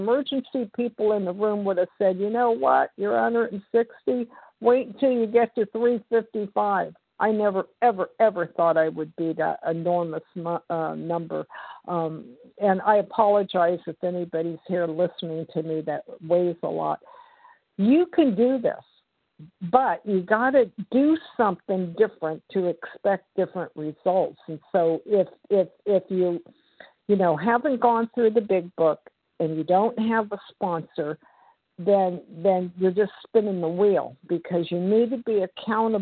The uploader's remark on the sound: from the 100 Pounders Phone Meeting, 3/14/23